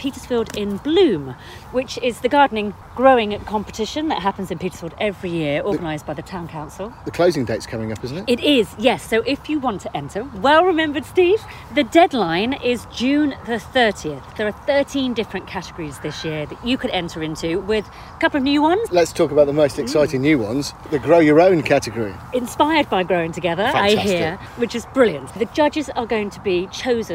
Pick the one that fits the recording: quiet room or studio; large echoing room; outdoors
outdoors